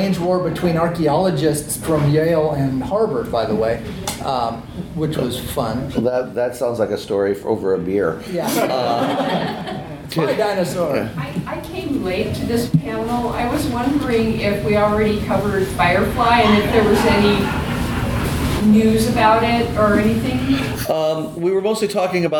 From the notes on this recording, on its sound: A Westercon 69 Panel. Over the July 4th holiday weekend, I was honored to be a program participant at the Westercon convention, an annual literary science fiction convention that travels around the western states from year to year. For 2016, Portland OR won the bid to host Westercon 69.